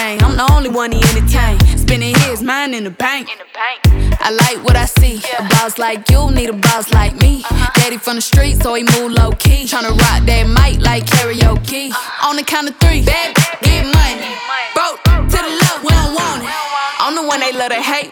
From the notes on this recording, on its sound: This downtempo top-40 mix was recorded live at corporate cocktail function.